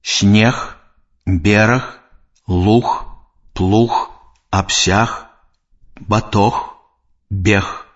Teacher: Толькі пярэдняя частка языка злёгку напружваецца і больш прыўзнята да цвёрдага паднябення, а гук напаўняецца голасам, які надае яму звонкасць. Звонкі зычны «г» на канцы слова аглушаецца і вымаўляецца як «х».